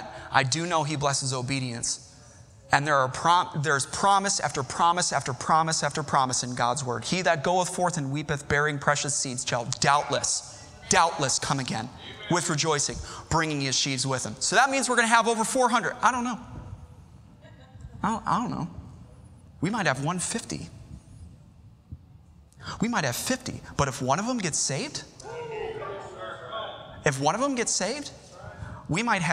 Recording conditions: large echoing room